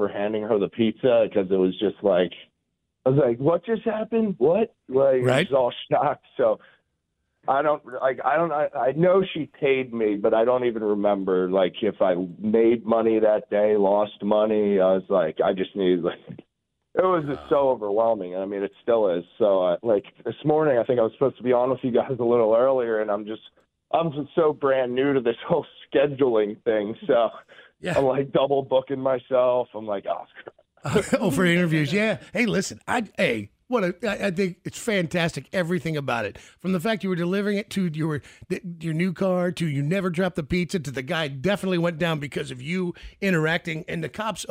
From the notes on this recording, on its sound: We got him on the phone this morning.